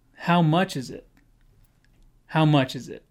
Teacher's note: the pronunciation, the stress is on the first two words.